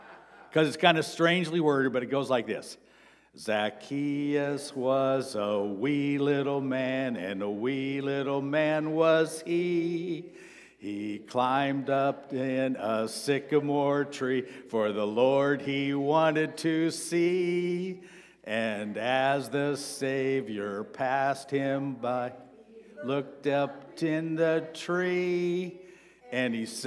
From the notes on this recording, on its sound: Sermon preached on March 26, 2023 at Avondale Baptist Church.